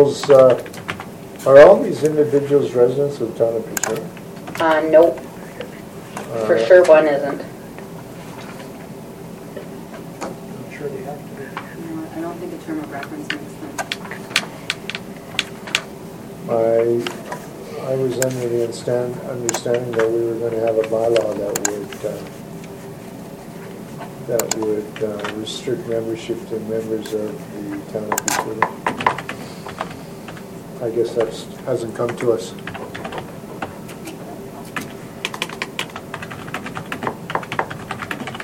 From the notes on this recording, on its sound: Audio recording of the November 2, 2015 Regular Meeting of Peace River's Town Council